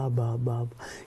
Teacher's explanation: La A como la primera vocal y la B, esa bilabial, que es apenas un balbuceo, ba, ba, ba.